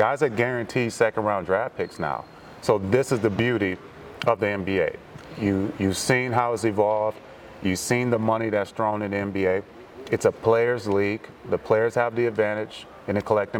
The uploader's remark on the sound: Live from the NTX Combine